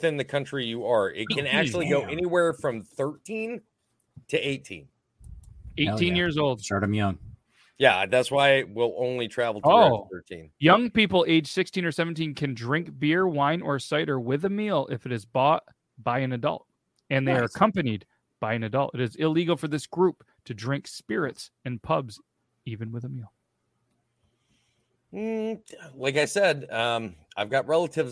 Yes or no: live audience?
no